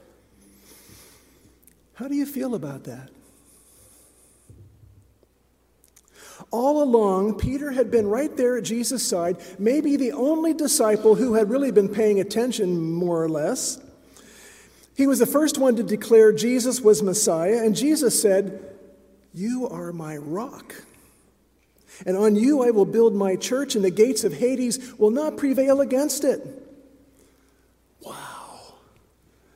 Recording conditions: large echoing room